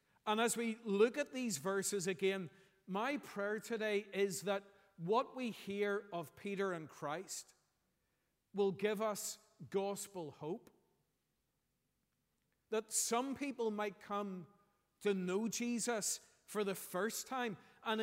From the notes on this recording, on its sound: preached at our Easter Sunday morning service